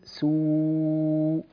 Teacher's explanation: عندما أقول سوء أنا أضم شفتي لكنني لا أستعمل الخيشوم